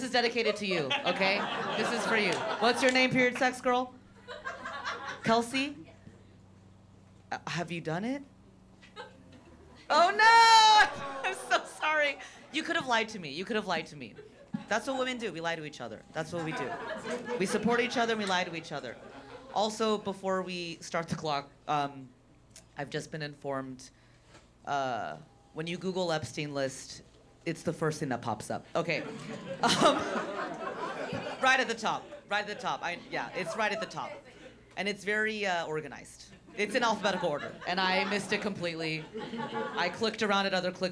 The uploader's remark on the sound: Filmed live at the Hollywood Improv in Los Angeles, CA on January 5th, 2024.